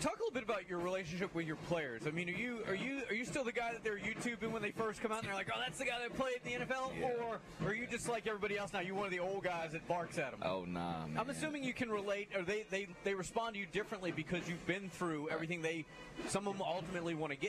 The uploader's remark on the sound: LIVE from the campus of Vigor High School!